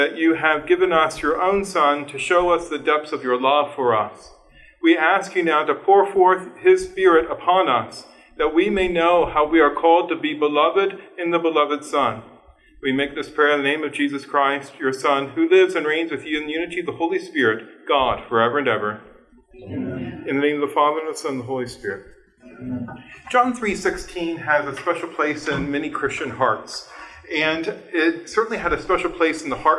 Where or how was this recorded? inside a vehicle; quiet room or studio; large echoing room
large echoing room